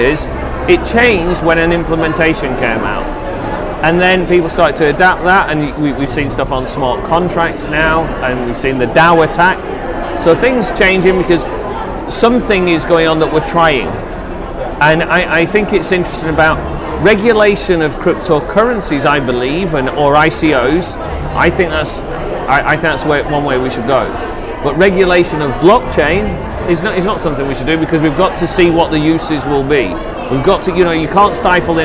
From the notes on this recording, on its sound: The audio on this episode isn’t as clean as our previous episodes as we were sitting at a bar